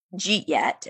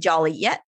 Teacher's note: So yeah, the did definitely gets clipped off